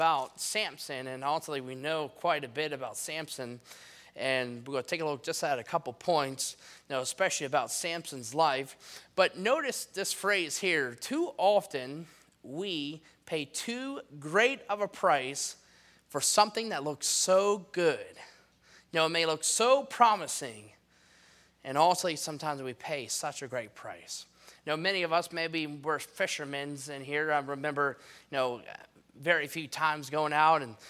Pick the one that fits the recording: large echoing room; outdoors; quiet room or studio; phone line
large echoing room